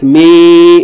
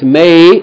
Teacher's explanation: Okay, so the difference between meme followed by ya with sukun, it depends on what vowel is with the meme. If there's a kesra, it's me, that's elongation. If there's a fatha, it's may, that's a diphthong.